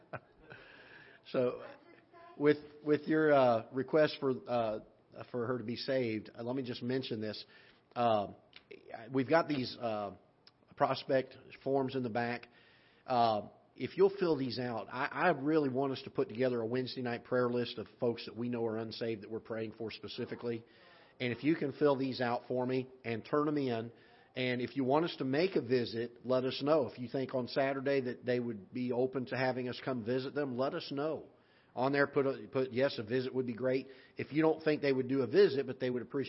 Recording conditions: large echoing room